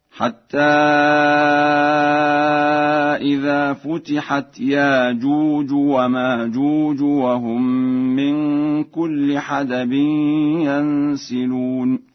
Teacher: قرأ ورش لفظ يأجوج ومأجوج بإبدال الهمزة فيهما